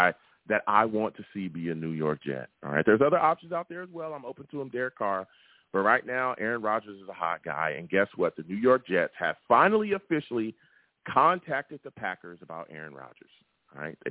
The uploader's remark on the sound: I take live callers!